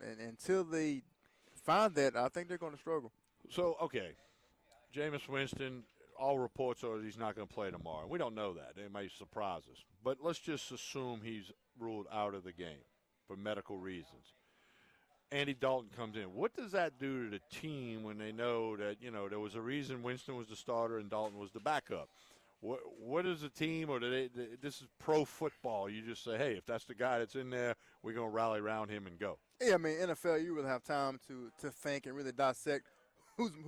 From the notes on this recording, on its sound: Hour Two is live from Calandro's!